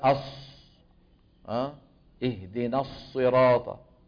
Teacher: شائع بين بعض من يعلم القرآن في عصرنا استعمال الشفتين في حرف الصاد